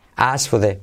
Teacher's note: pongo la K entre paréntesis porque es casi como que se puede saltar, se puede omitir